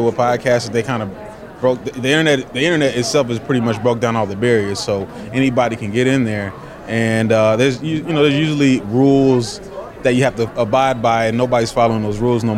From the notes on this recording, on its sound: live from the Podcast Movement event